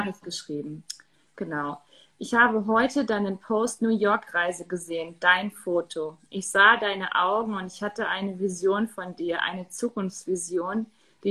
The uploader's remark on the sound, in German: es sind alles Mutmacher Geschichten, die ich auf live auf Instagram geführt habe